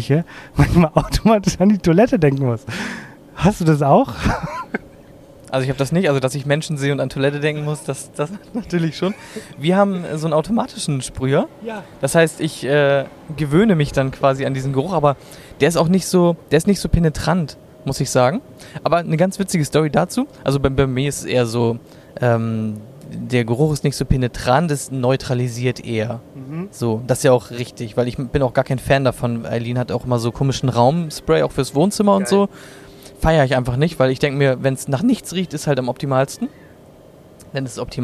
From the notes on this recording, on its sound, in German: Zum Abschluss gibt es eine exklusive Aufnahme aus dem Zug in Richtung Berlin, wo wir mit zwei brandheißen Gästen aufgenommen haben